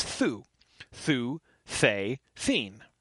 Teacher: the TH is unvoiced in Middle English